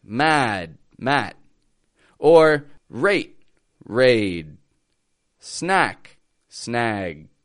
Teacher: We've talked about how stop consonants, you know, we make a stop at the end of the word and we don't release it